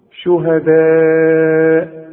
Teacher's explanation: أم كنتم شهداء، أو ده المد الواجب لأن الألف عليها المد وبعدها همزة، يبقى لازم نمد هذا المد أربع حركات عند الوصل، وممكن نقف عليه بخمس حركات كمان إذا وقفنا عليه.